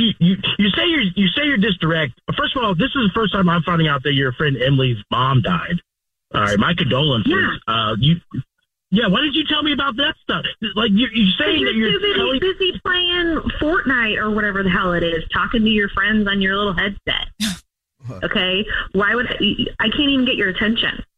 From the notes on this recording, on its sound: On the phone. The person who set them up is ALWAYS listening on the other line.